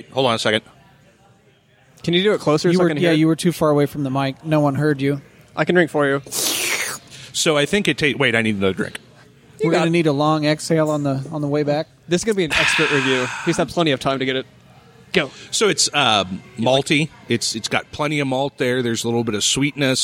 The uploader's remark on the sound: This shorty takes us on location to Books and Brews in Zionsville. This shorty takes us on location to Books and Brews in Zionsville.